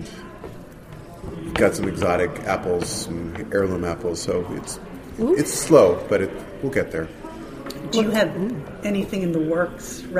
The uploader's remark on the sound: A special show at The Food & Enterprise Conference in Industry City in Brooklyn.